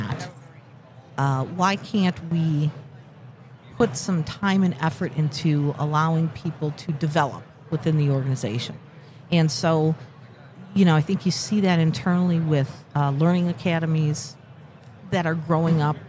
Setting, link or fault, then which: setting, busy venue